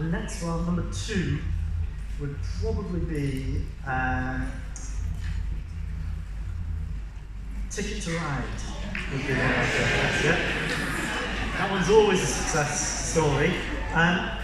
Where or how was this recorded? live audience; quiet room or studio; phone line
live audience